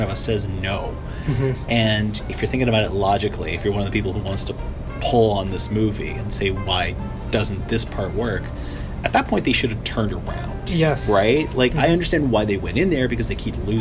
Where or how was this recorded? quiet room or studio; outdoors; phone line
outdoors